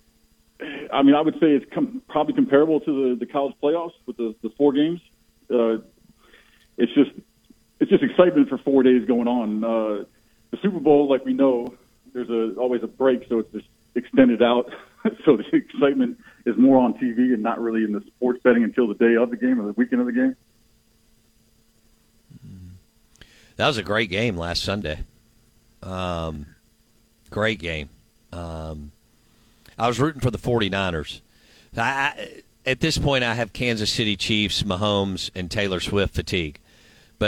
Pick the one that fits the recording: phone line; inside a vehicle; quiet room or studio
phone line